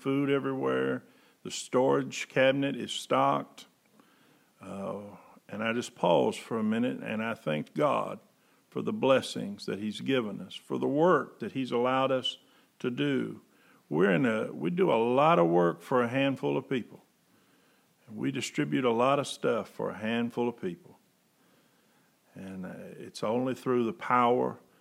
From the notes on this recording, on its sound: Preached September 6, 2020 at General Baptist Church God's House of Prayer in Fairborn, Ohio